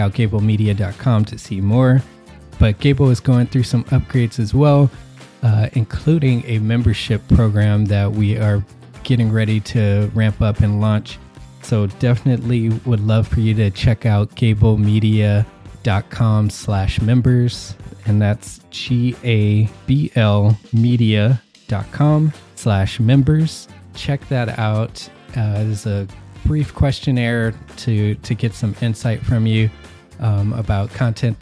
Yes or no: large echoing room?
no